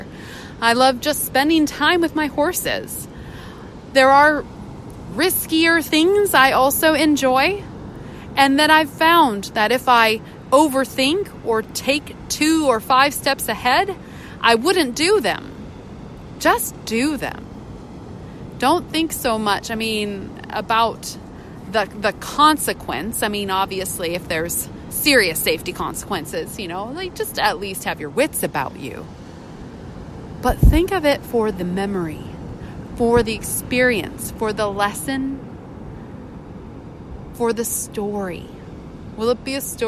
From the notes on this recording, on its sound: recorded at the beach with the crashing waves in the background